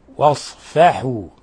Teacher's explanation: رققنا الفاء والحاء، فخمنا الصاد واصفحوا لأن الصاد حرف استعلاء والفاء حرف استفال والحاء حرف استفال والواو والألف كذلك حروف مرققة.